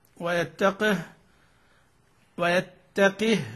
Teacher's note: بكسر القاف وإسكان الهاء في يتقه